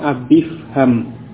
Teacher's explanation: Panjang ya, abi, tetapi ketika bersambung dengan kata yang berikutnya yang awalnya sukun ifham ya, hamzah wasal tidak diucapkan ya, langsung ke huruf fa-nya yang sukun, maka tadi ya yang di asalnya sukun ini tidak diucapkan, jadi langsung abifham